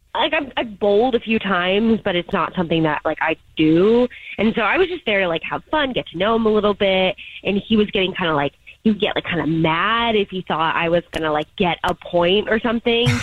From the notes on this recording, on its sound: We get that other person on the phone to see why they're "ghosting". We have a guy on the phone.